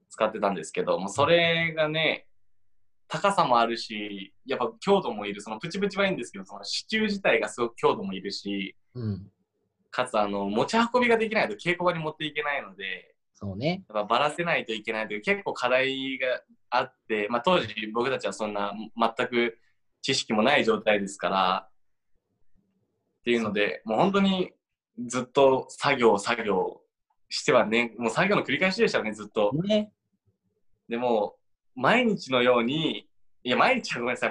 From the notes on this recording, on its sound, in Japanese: 東京を舞台に活動する劇団、幻ノ國がお届けするラジオ。初のzoom画面収録ラジオ。